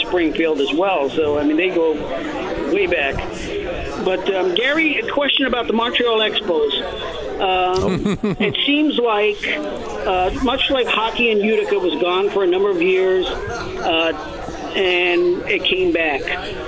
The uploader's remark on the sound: Comets Insider live from Swifty's.